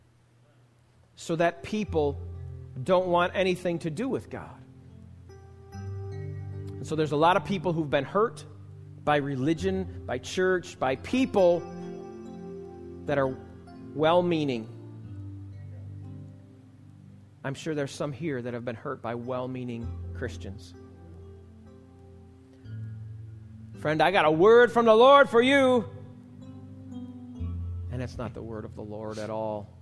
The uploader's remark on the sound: This message was recorded live at the Alabama Full Gospel Fellowship church in Medina, New York.